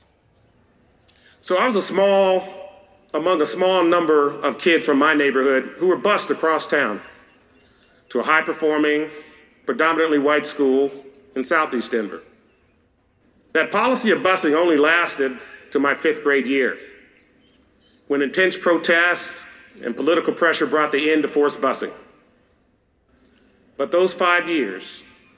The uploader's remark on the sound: LIVE! Recorded live at Summit LA.